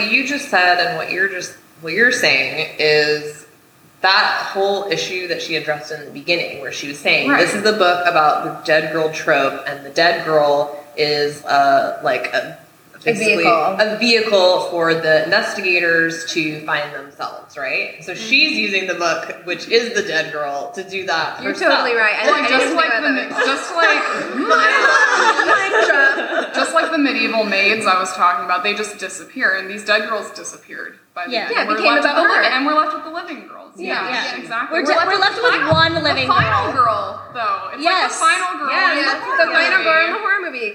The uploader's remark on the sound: LIVE at the Swallow's Flight